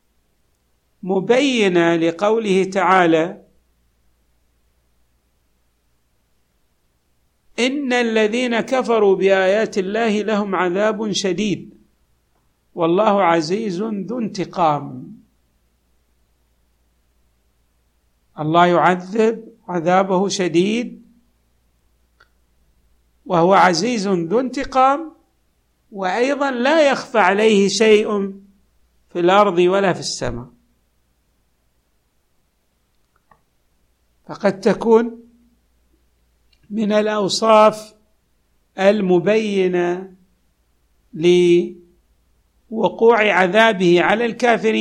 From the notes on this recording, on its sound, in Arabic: تسجيلات جامع الامام علي عليه السلام الأحساء المبرز